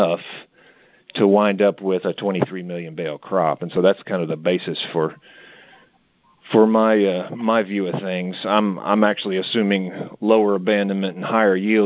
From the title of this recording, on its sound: Monthly Conference Call